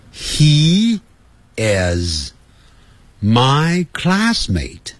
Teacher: He 是发长的元音，E 就跟衣服的 E 很接近